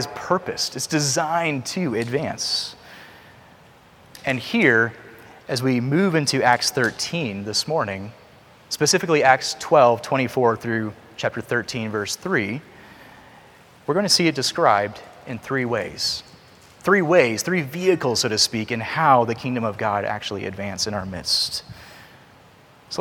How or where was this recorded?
large echoing room